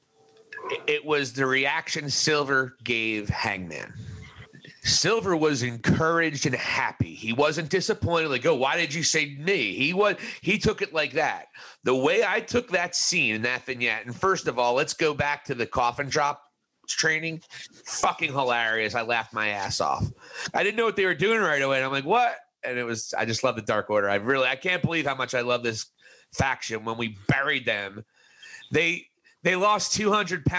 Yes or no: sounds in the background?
no